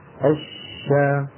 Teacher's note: فالشين الأولى الساكنة لا بد أن تأخذ حقها كاملا من الرخاوة وهو المط